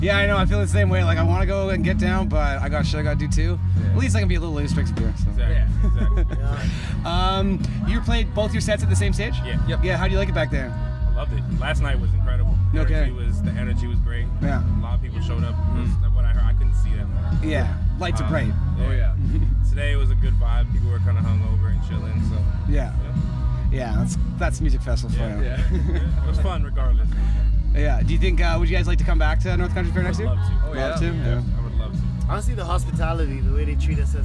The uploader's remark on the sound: The Dream Zine and GRadio.ca booth at North Country Fair. There were a lot of people around the mics, and a lot of music in the background.